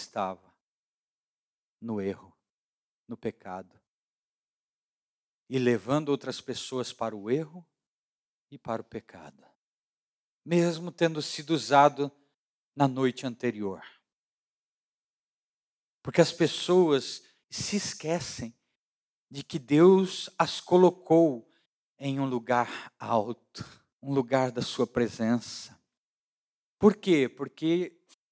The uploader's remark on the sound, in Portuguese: Áudio retirado da pregação do Culto da Família 10/07/2022